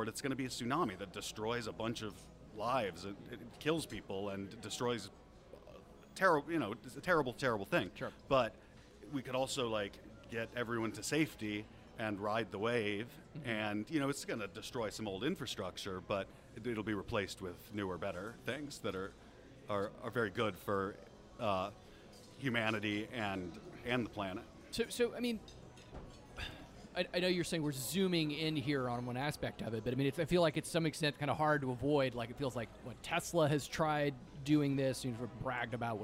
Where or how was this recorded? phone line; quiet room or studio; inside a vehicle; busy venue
busy venue